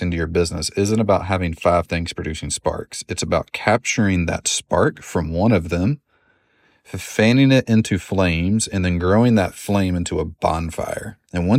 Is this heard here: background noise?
no